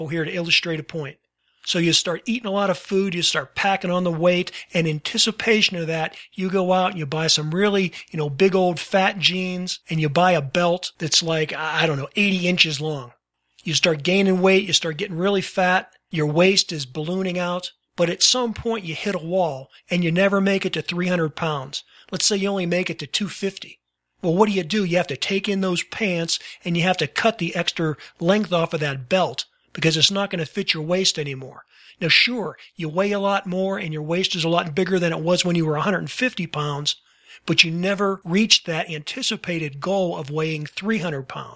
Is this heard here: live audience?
no